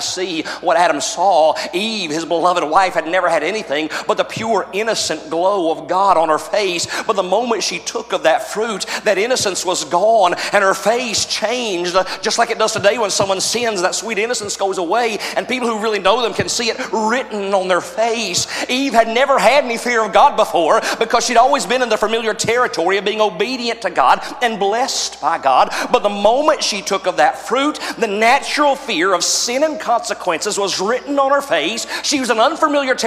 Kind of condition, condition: setting, live audience